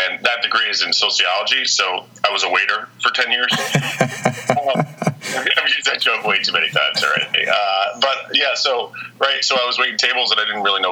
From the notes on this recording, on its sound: on the phone